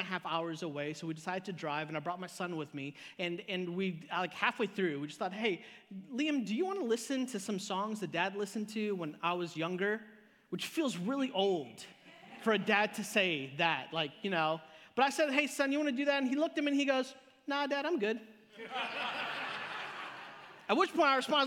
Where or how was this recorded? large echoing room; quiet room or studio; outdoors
large echoing room